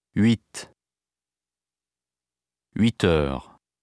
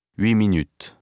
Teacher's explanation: The final consonant of huit is pronounced when the number occurs in isolation or before a vowel sound. · Shown in: first take · Before a consonant sound, it is not pronounced.